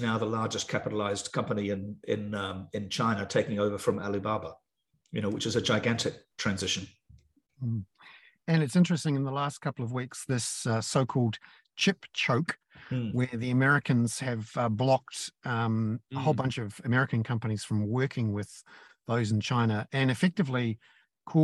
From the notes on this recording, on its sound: The podcast above is a recording of our weekly ‘hoon’ (plural for Kaka) webinar for paying subscribers